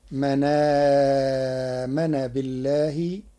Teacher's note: قرأ ورش كلمة من آمن بنقل حركة الهمز إلى الساكن قبله، فتصير من آمن بالله للتخفيف.